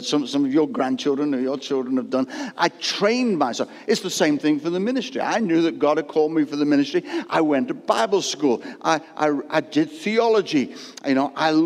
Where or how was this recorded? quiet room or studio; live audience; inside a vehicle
live audience